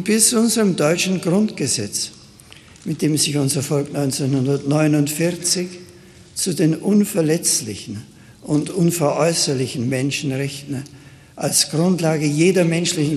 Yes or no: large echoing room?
yes